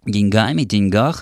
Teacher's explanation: литературной нормой и правильным употреблением являются варианты с ударением в конце слова